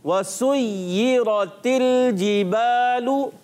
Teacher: scene पर पेश है इस पेश को भी हमने होंठों की गोलाई से अदा करना है